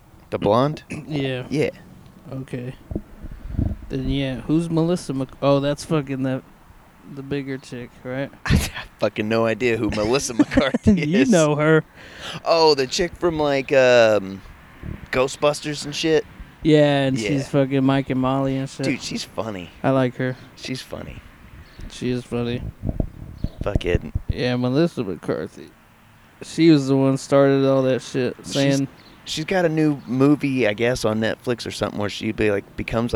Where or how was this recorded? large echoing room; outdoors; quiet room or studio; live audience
outdoors